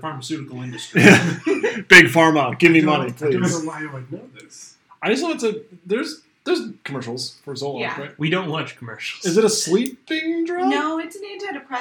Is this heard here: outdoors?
no